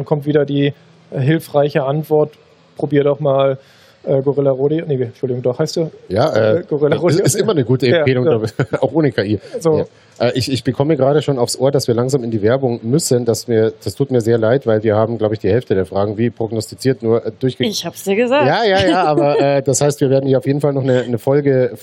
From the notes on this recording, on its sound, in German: Der Live-Talk war Teil des Liveprogramms von GameStar Talk auf der diesjährigen CAGGTUS Messe in Leipzig. Live-Special von der CAGGTUS in Leipzig. Der Live-Talk war Teil des Liveprogramms von GameStar Talk auf der diesjährigen CAGGTUS Messe in Leipzig.